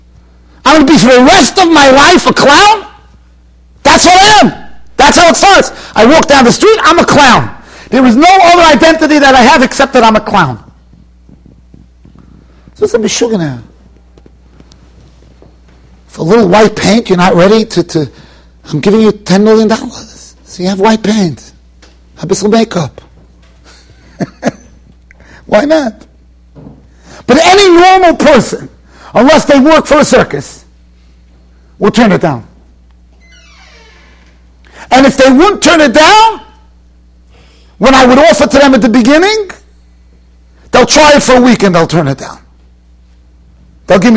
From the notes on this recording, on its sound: Shiur recorded in Yeshivas Ohr Reuven, Monsey, NY.